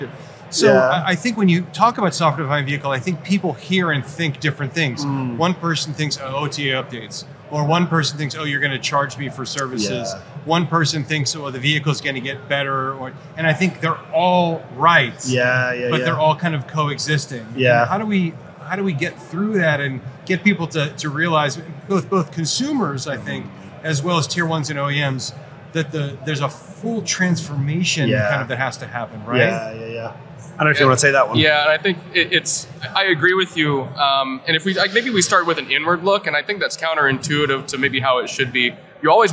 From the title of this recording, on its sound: Live from AutoTech: Detroit